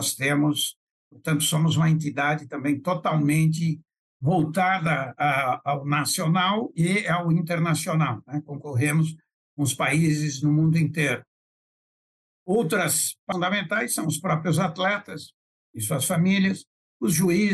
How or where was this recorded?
video call